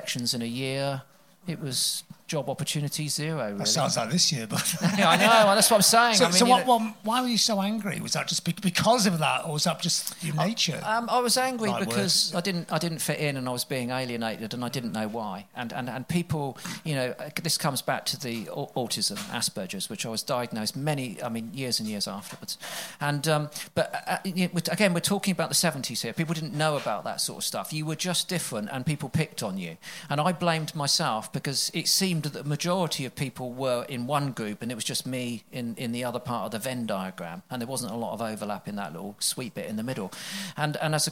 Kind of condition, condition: setting, live audience